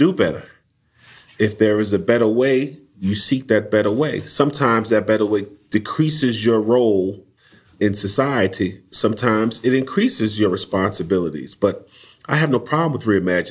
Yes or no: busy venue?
no